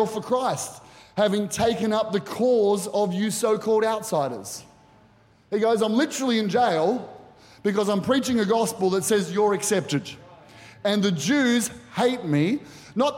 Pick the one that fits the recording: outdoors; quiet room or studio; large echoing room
large echoing room